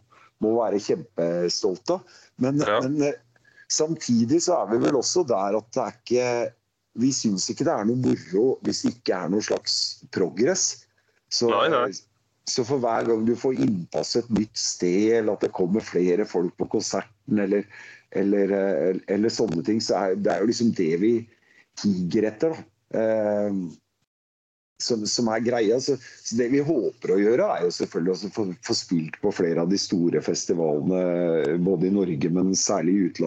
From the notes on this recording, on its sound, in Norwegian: Podcasten er innspilt via Skype.